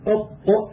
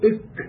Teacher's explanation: المخرج السادس: ما بين أقصى اللسان بعد مخرج القاف وما يحاذيه من الحنك الأعلى ويخرج منه الكاف فقط، فمخرج الكاف أقرب إلى مقدم الفم من مخرج القاف وأسفل منه قليلا، ويعرف ذلك بأنك إذا وقفت على الكاف والقاف نحو إك أق تجد القاف أقرب إلى الحلق والكاف أبعد منه